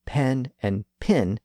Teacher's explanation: in much of the American South, the vowel sounds in pen and pin had merged, so that they were both pronounced as pin